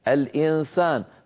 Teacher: لكن لو قلنا الإنسان فانتقلنا مباشرة إلى مخرج السين لم ننطق سينا نطقنا من النون غنتها ولكن الفم مهيئ على مخرج السين · Term: إخفاء